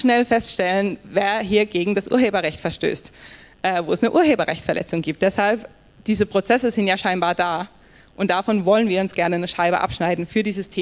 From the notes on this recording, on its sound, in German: Die zentralen Punkte stellen wir in einem kurzen Lightning Talk mit anschließender Diskussionsrunde vor – und hier stehen nicht nur wir Rede und Antwort, sondern auch das Publikum.